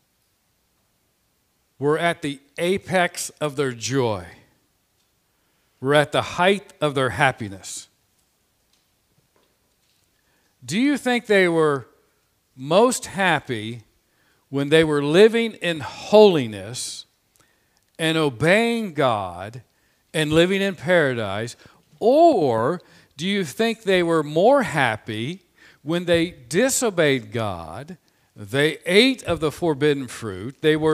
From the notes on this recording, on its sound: This Sermon was preached on Sunday, March 21, 2021 from the pulpit of Grace Community Church in Berea, KY.